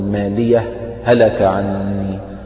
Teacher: طيب يستثنى من ذلك استثناءان، استثناء الأول، الاستثناء الأول في قوله تعالى مالية هلك على وجه السكت، يجوز فيها الإظهار مع السكت سكتة يسيرة، لأنه لا يمكن الإظهار إلا مع السكوت، فتسكت سكتة يسيرة يعني بدون تنفس، تقول مالية هلك عني، فيجوز الإظهار مع السكت، ويجوز الإضغام أيضا، يجوز الإضغام مالية هلك، ويجوز الإظهار، ولكن في حالة الإظهار يكون مع سكتة يسيرة.